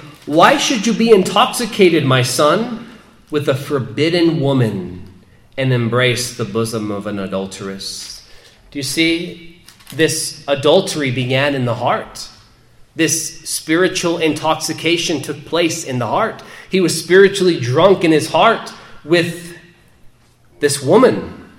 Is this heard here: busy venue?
no